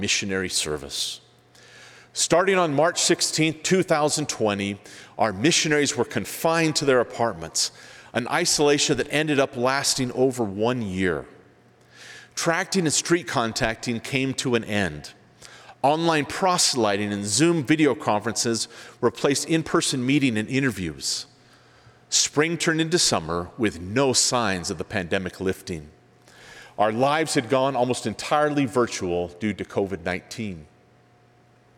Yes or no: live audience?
yes